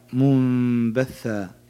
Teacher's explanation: نون ساكنة بعدها باء وهو حرف الإقلاب، يقلب ميم مع الغنة